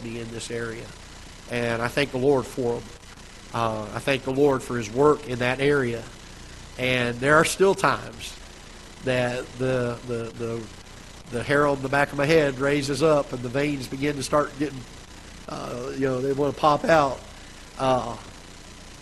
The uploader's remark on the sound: Ketha Heights Baptist Church ~ Live Broadcast